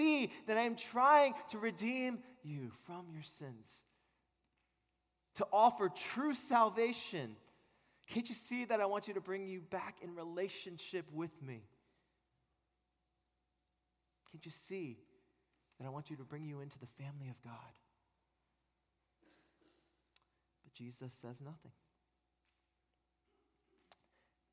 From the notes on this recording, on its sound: At Redeemer Presbyterian Church in Charleston, SC